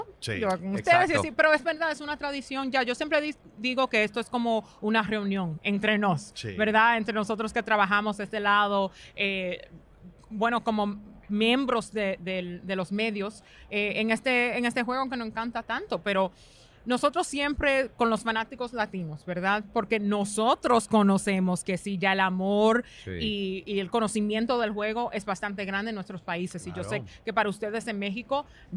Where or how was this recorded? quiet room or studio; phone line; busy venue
busy venue